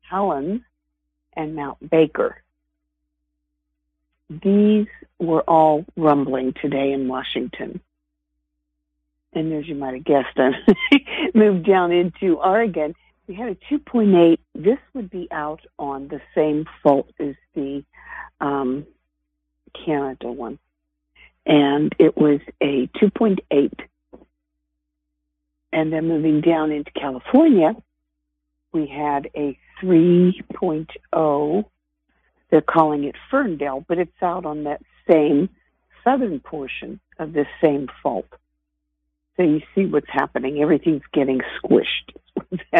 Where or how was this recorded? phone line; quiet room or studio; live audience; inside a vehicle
phone line